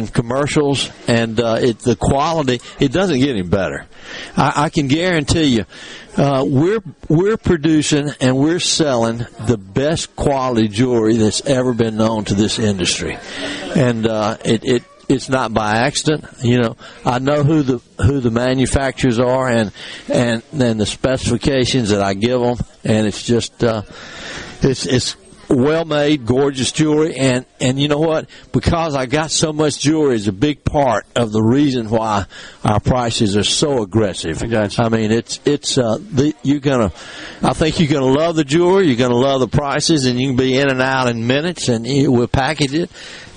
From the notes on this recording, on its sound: coming to you LIVE from Carter Jewelers on High Street in Jackson as folks make their last minute gift purchases